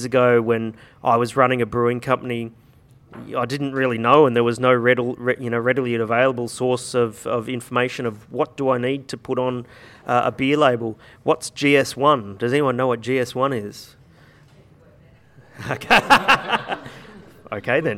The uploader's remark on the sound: This is a special live edition of Radio Brews News. During the recent Sydney Beer Week the Independent Brewers Association hosted a discussion panel.